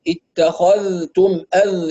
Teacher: يعني من يقرأ بالإظهار زي حفص مثلا اتخذتم أذ، يعني يحافظ على الذال أولا الساكنة بدون تحريك ويعطيها زمن الرخاوة ثم ينتقل إلى التاء. لكن من يقرأ بالإدغام هيكون عنده في الإدغام إدغام كامل، يعني تدغم الذال في التاء إدغاما كاملا فلا يبقى أثر للذال.